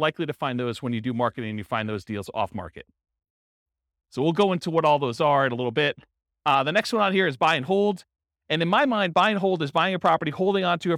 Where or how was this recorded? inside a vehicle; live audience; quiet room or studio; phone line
live audience